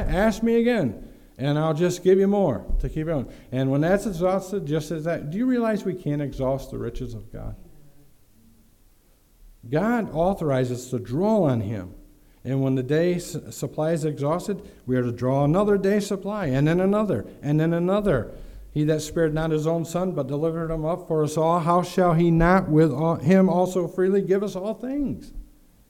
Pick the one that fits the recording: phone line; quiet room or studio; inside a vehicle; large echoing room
large echoing room